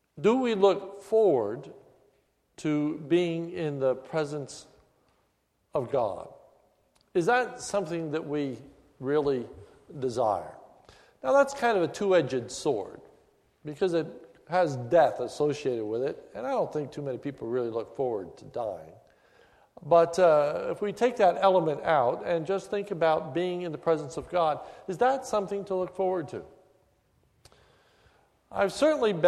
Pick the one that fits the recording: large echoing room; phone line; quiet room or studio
large echoing room